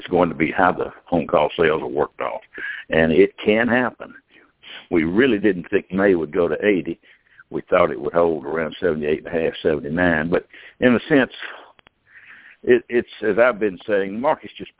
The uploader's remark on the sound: Monthly Conference Call